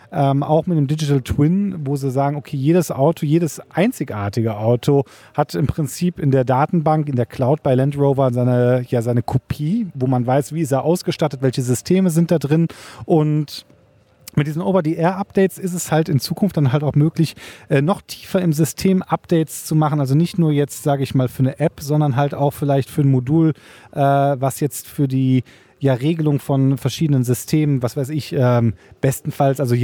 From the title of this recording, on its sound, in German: Live Podcast von der Premiere